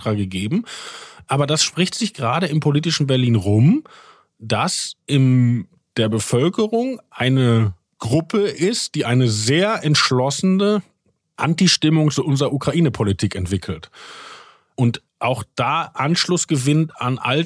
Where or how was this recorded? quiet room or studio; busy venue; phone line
quiet room or studio